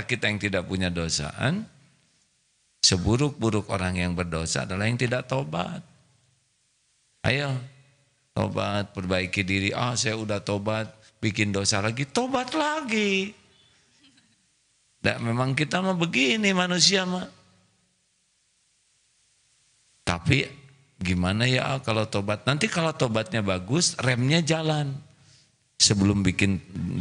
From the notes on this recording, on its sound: Live dari Masjid Daarut Tauhiid Bandung